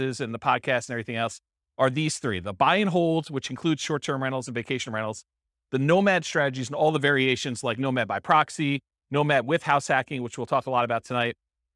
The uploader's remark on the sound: This was a live class recorded